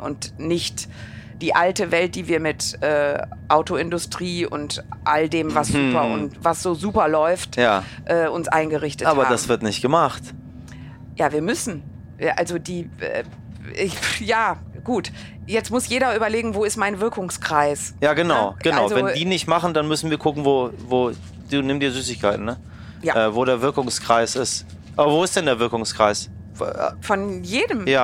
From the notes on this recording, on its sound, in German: Ideale Voraussetzungen also für eine gemeinsame Podcast-Aufnahme im ICE zwischen Köln und Dortmund.